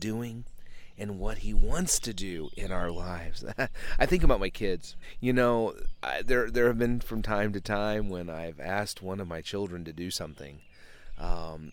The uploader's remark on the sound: This is the first (and, as of right now, only) episode that I have recorded in the outdoors.